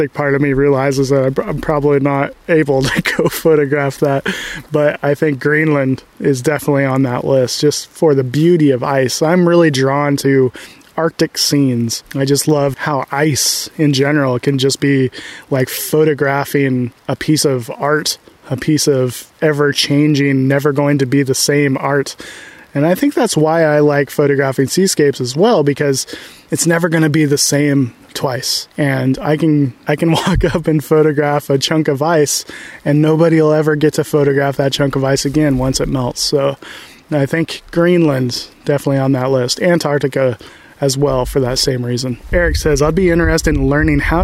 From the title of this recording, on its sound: Live Q&A from the Redwoods